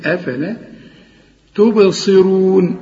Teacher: الصاد لكن اخر درجات التفخيم، هو مفخم بس اخر درجات التفخيم